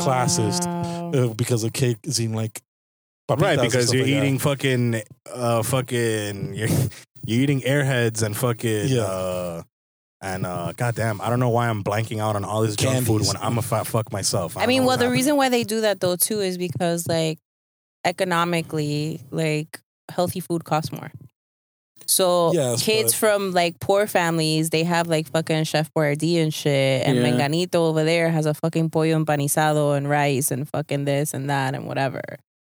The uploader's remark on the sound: On this episode, we are in the car. Recorded at Thank You Miami.